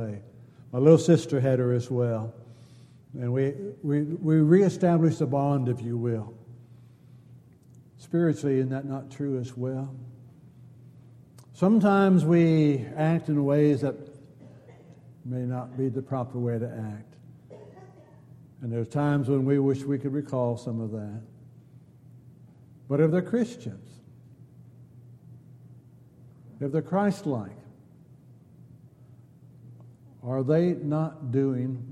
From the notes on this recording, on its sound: Downtown Church Of Christ Audio Sermon